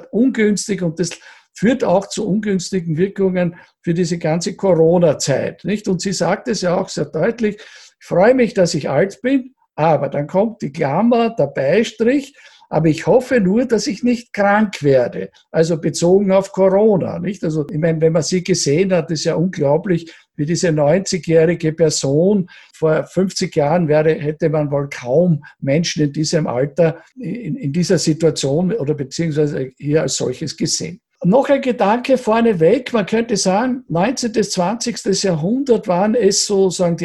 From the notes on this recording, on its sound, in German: Bei diesem Vortrag handelt es sich um einen Auszug aus dem Online-Salongespräch. Bei diesem Vortrag handelt es sich um einen Auszug aus dem Online-Salongespräch der Generation plus OÖ.